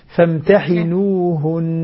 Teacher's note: لاحظ الوقف على النون المشددة، تبقى الغنة مشبعة